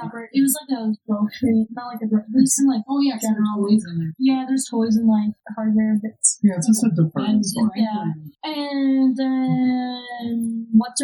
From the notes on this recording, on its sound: fudged the recording and it sounds a lot like poop